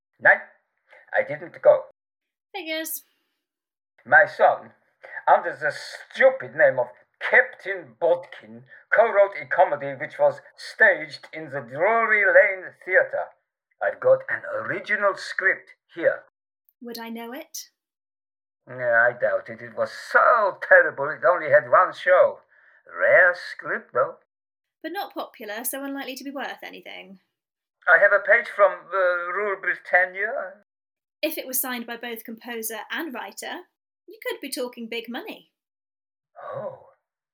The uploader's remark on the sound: The Lost Tapes of History was recorded remotely during lockdown in late 2020. As such, the actors used what equipment they had available and were limited by their location. This has resulted in variable audio quality.